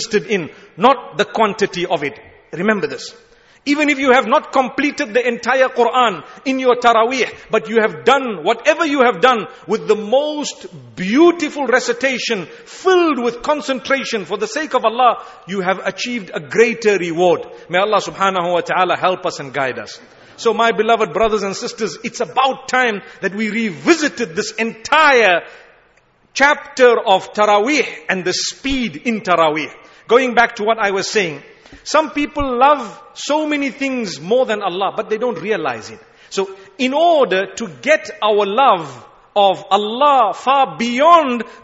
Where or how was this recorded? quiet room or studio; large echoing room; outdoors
large echoing room